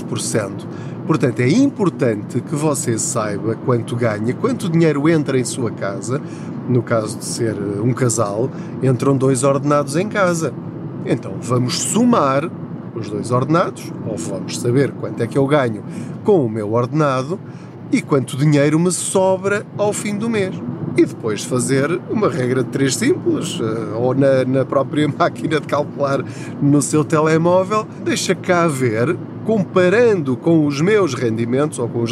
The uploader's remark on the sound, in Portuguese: Não ligue aos barulhos da viagem.